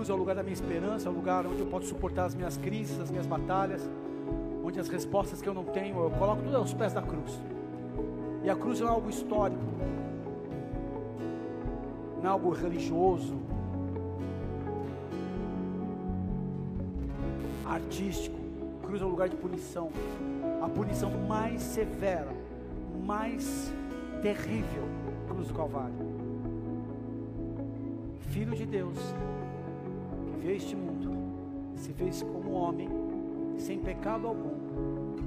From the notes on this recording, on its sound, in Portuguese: Áudio extraído do culto do dia 09 de Julho de 2023.